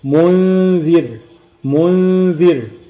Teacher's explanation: أنا لساني هياخد شكل حرف الذال بس مش هينطق، هخرج من الميم لقبل الذال هجيب غنة مقدارها حركتين، واللسان متهيأ لنطق حرف الذال